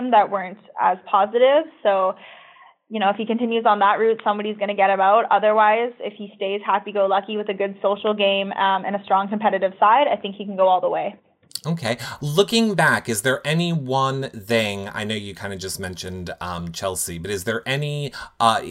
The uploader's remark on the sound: Phone Interview.